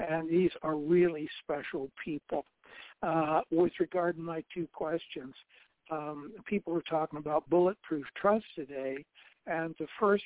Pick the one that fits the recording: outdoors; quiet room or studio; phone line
phone line